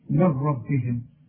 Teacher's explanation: انه الحق، او احنا لسه واخدين الحكم ده من ربهم، نون سكنة بعدها راء ادغام كامل بدون غنة